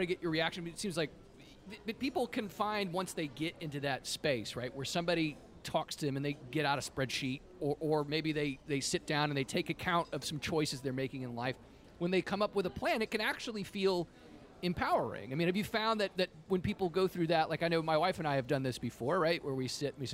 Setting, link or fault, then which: setting, busy venue